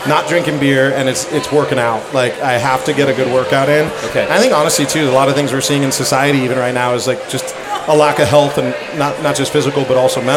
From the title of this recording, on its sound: Live from Modern Times